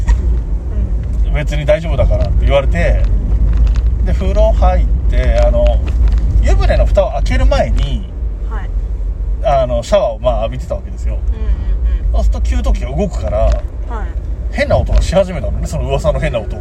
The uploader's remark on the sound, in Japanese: 尚、ドライブ収録ですので、音質につきましてはご容赦ください。